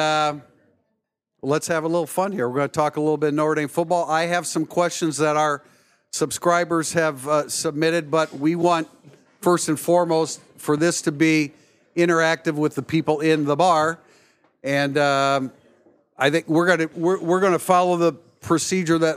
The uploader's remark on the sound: Recorded Live at " The Bar ". Takes questions from the fans.